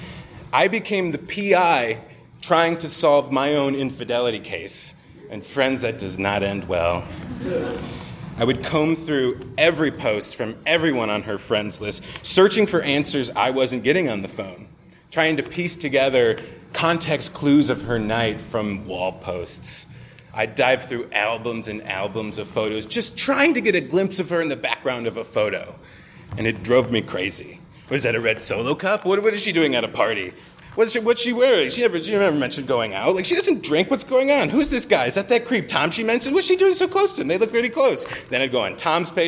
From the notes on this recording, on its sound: Record a Your Stories episode at UCB Sunset, a really incredible comedy theater in Los Angeles. Some of our favorite West Coast people came out to share their stories.